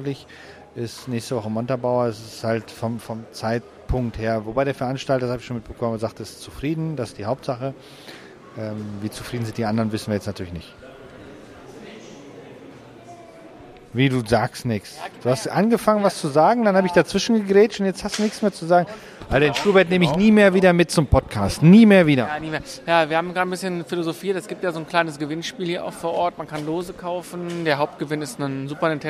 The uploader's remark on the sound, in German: Wir sind mit einem Stand und einem Micro bewaffnet auf der dritten Days of Retrogaming Retröbörse in der Kampfkunstakademie Herten und berichten Live in zeitlich verschiedenen Abschnitten über das was so los ist.